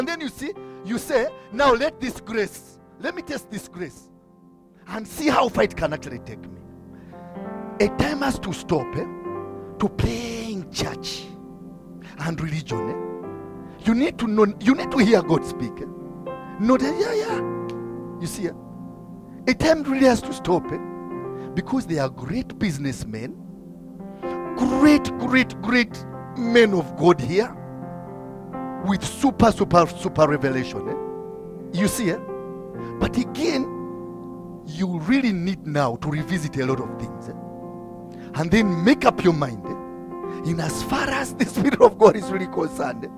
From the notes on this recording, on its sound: from the Limitless Worship Fellowship recorded on 5th August 2022